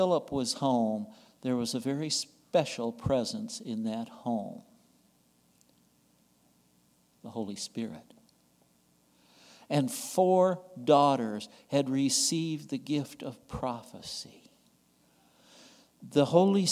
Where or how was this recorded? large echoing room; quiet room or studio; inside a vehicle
large echoing room